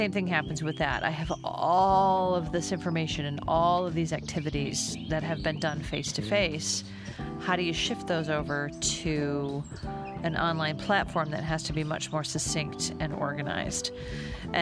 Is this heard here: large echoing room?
no